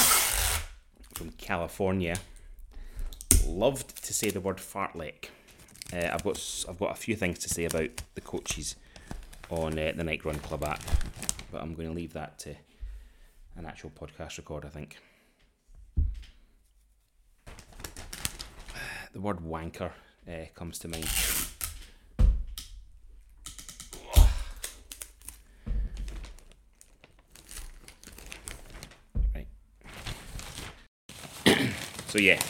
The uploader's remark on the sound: He also has new microphones and wants to play with them. Wraps Christmas presents while chatting on his new microphone.